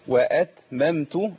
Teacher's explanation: وأتممت، حركنا التاء، هي وأتممت همس التاء بس بدون مبالغة في الهمس، وفي نفس الوقت ما هزش التاء اللي هي التاء الأولانية خالص.